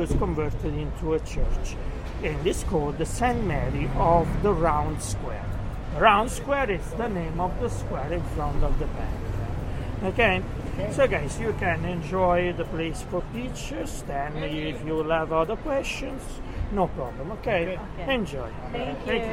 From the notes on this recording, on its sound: Golf Cart Tour of Rome at Night. Sets off on a night tour of Rome by Golf Cart describing the captivating historical sights, sounds, and fascinating people in this incredible city.